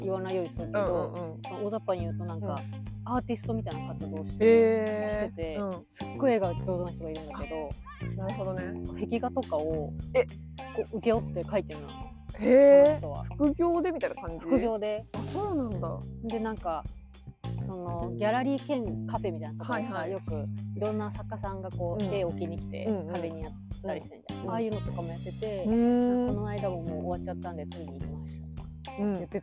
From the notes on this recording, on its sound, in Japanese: 新宿御苑。今回は、初めての外収録‼。